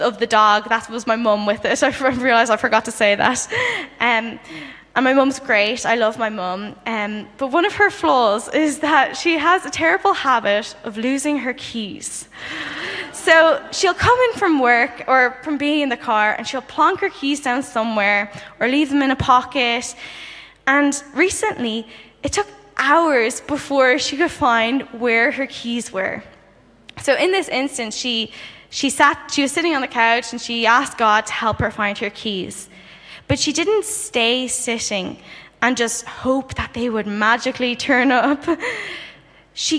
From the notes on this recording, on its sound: Saturday Morning Session of the 2023 Every Nation Campus Conference hosted by Every Nation Berlin